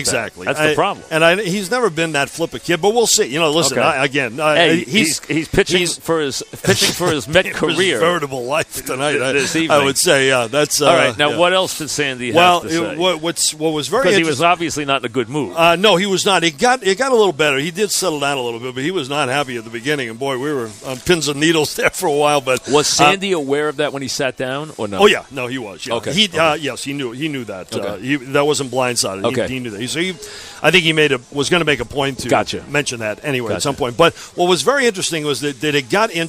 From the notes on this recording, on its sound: live from Citi Field